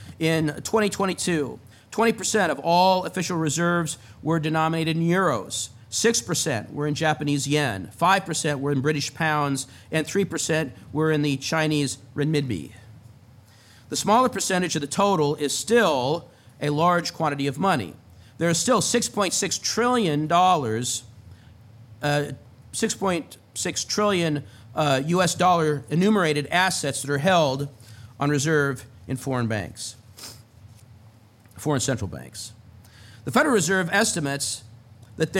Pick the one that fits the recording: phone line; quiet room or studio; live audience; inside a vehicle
live audience